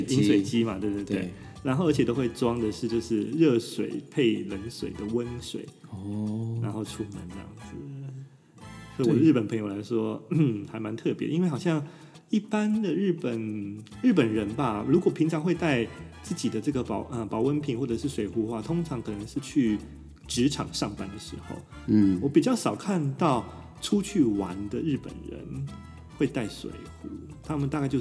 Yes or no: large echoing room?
no